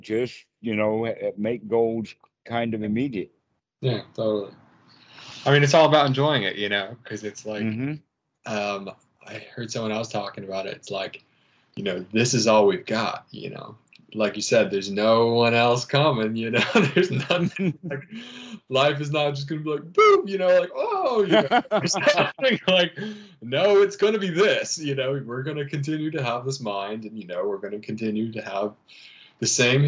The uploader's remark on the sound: Skype calls on this channel.